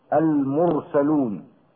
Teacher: ونجد الراء ساكنة بعد الميم المضمومة من كلمة المرسلون، وحكمها التفخيم